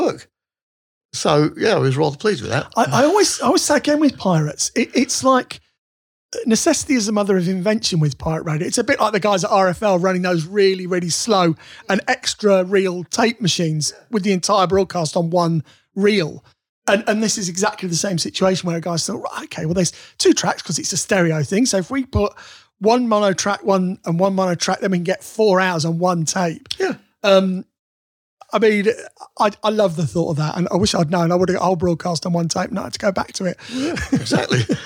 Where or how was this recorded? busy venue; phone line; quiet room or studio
quiet room or studio